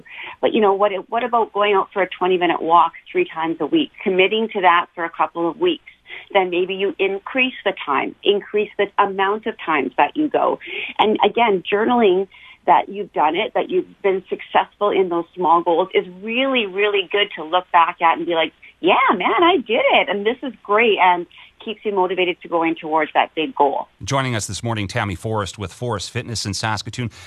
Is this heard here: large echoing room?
no